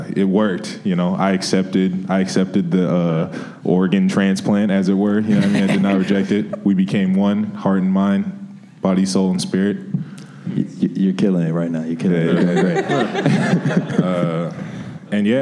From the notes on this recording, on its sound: At a panel recorded at the Ace Hotel in Chicago